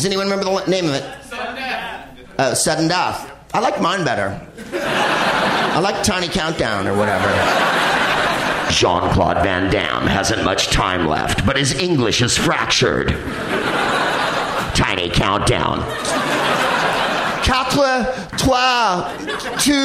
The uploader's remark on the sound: Live from The Bell House in Brooklyn, NY.